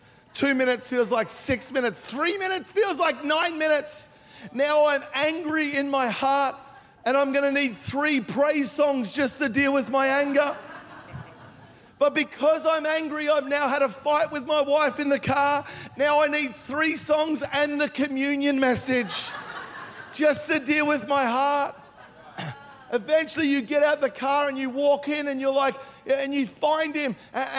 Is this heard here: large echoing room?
yes